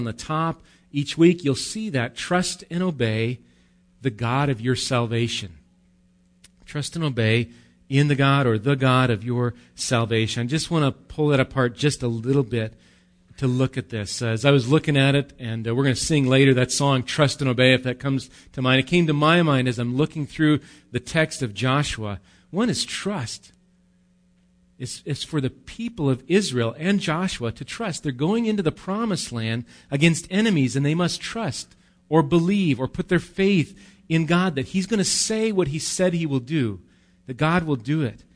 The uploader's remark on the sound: Recorded live at Bethany Bible Church